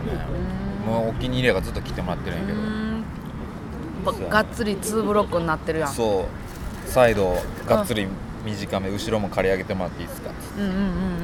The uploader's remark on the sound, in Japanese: 屋外での収録ですのでお聞き苦しい点もあるかもしれませんが